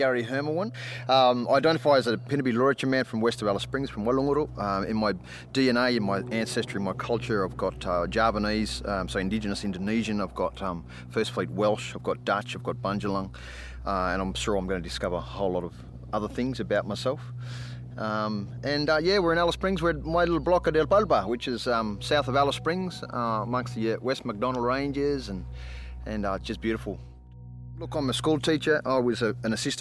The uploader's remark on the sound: This episode was recorded outside in the wild outdoors. Chickens and car sounds may be distracting.